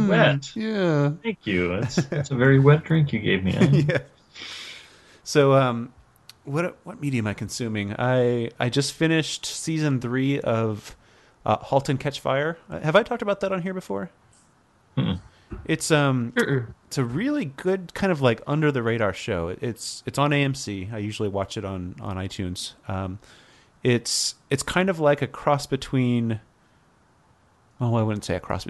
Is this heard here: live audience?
no